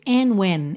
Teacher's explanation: a gente ouve and when, juntando pelo N mesmo, tá? Então não tem and when, não soa o D.